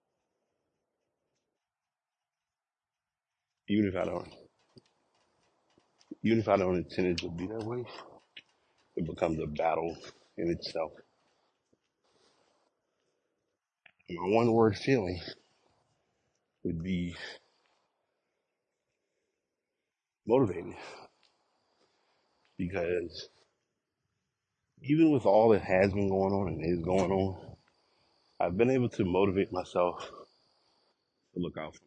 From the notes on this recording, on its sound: Walk recording.